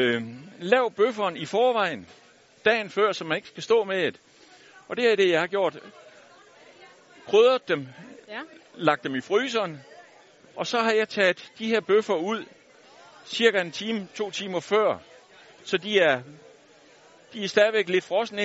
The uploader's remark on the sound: Live hjemme fra den legendariske Burger Madsen